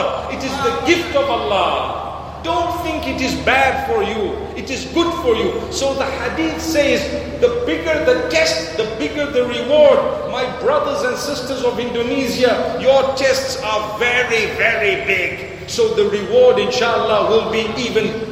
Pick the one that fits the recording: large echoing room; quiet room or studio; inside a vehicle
large echoing room